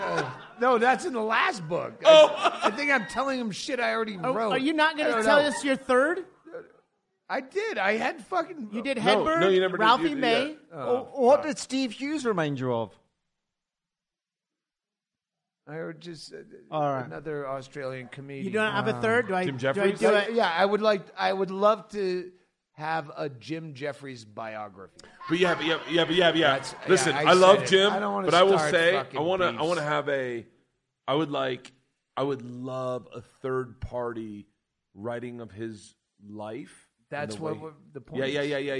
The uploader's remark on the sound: Live from Bisbee, AZ. On stage at The Royale Theater.